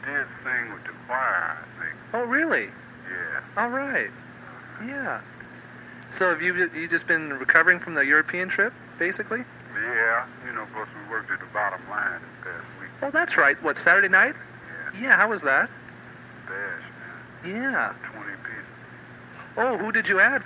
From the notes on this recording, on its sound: phone call